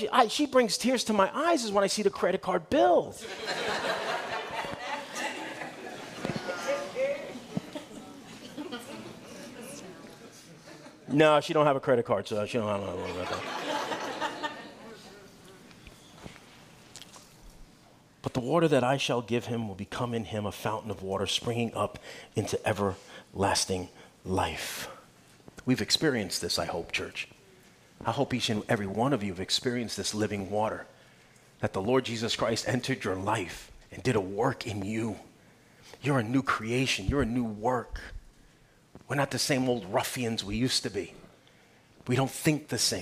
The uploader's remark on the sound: Guest teacher speaking at Calvary Chapel Clayton, NC on June 11, 2023.